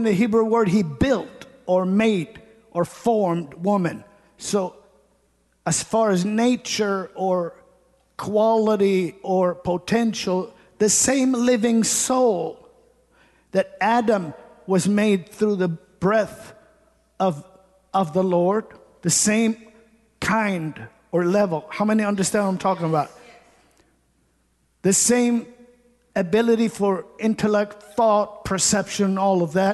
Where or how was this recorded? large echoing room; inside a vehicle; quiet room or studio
large echoing room